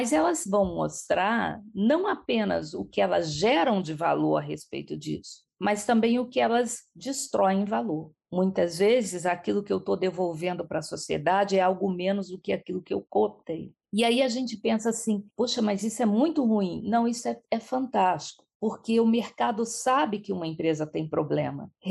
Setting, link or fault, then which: link, video call